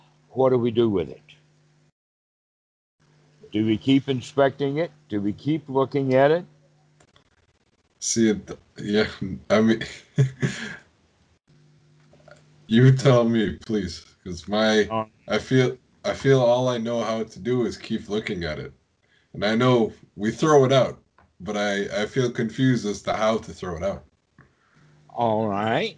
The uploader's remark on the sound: skype calls on this channel